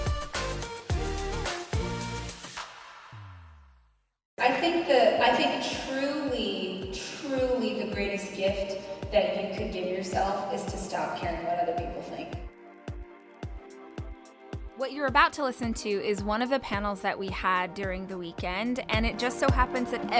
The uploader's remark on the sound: This special BONUS episode of Dais took place on the RISE conference stage in Austin.